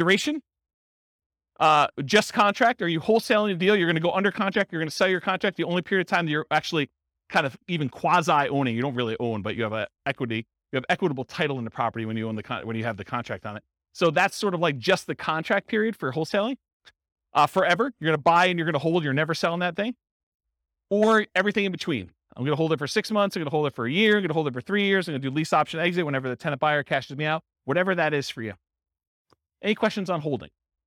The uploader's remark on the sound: This was a live class recorded